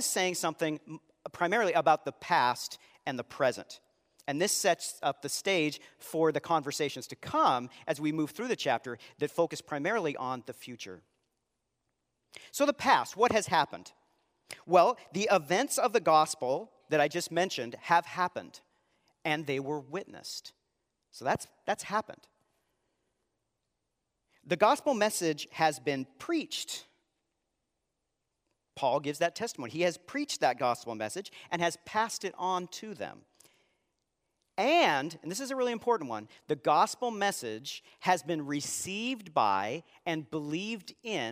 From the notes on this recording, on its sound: Live Sunday Worship